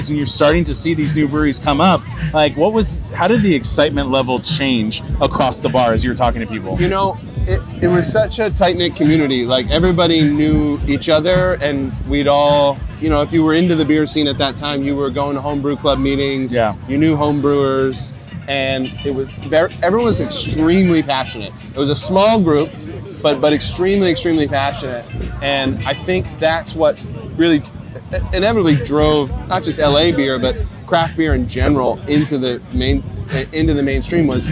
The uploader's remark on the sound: this LIVE episode of HopTalk, recorded at the buzzing LA Beer Week kickoff festival